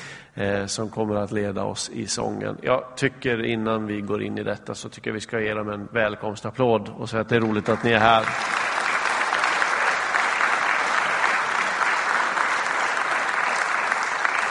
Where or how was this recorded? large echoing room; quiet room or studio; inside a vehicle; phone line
large echoing room